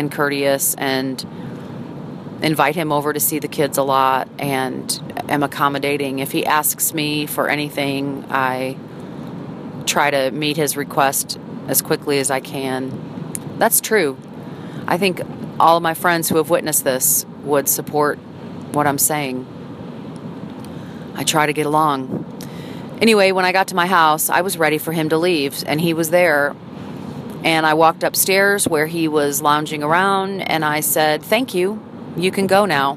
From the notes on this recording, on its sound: records a daily audio journal while driving her car